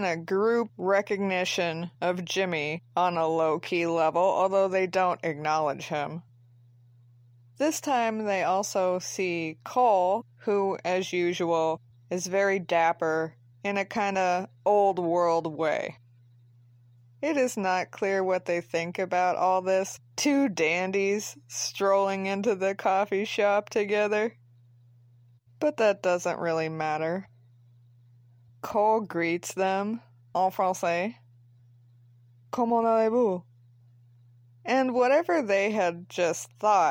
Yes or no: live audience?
no